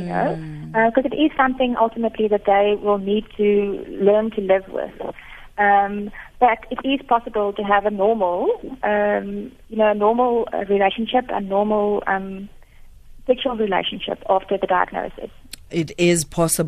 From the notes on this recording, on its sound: GUEST (phone)